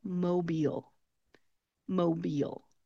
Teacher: you can hear that soft eel sound that I'm making at the end of the word. It is not aisle, instead it's eel.